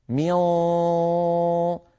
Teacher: أقول أنا ميون، اسمعوا جيدا ميون، ماذا يخرج الآن؟ يخرج صوتان، الصوت الأول غن من الخيشوم وهي من بقية النون المخفاة، بقي من النون المخفاة غنتها، أما الجزء الفموي الجزء اللساني